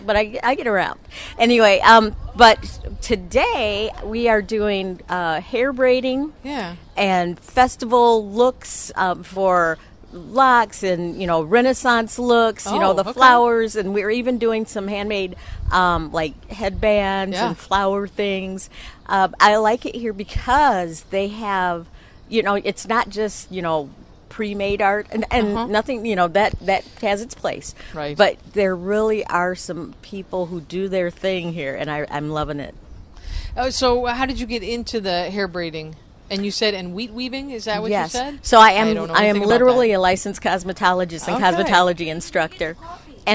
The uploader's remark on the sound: Creative Cafe LIVE from the Downtown Kalamazoo Mall for "Art On The Mall"!